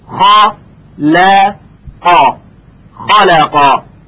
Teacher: لام حرفیست که ترقیق میشه، بین خ و قاف یعنی دو حرف استعلا که باید تفخیم بشون قرار گرفته. در اینجا باید دقت کنیم که ترقیق حرف لام به خوبی صورت بگیره، خا ل قا، خالقا، یعنی نشه خالقا، خالقا، بلکه به طور صحیح که گفتیم تلفظ بشه، خا ل قا، خالق الله، خالق الله.